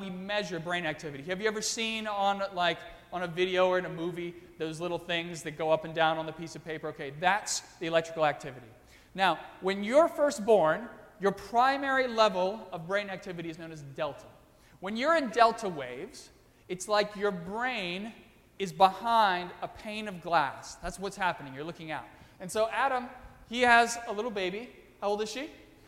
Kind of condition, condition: setting, large echoing room